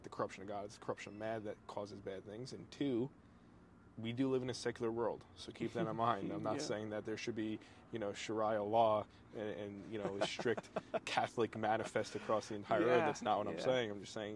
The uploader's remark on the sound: This one was recorded while sitting on my back porch at Fort Drum, New York.